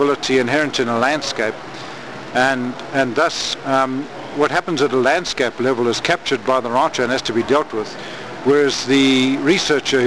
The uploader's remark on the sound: interview at the Quivira Coalition Conference in Albuquerque, New Mexico